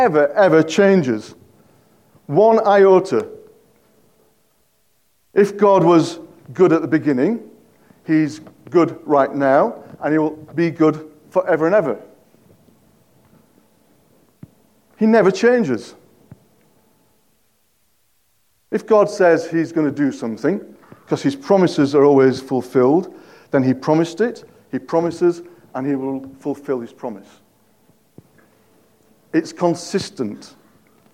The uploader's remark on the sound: At King's Church, Cockermouth, as an audio file.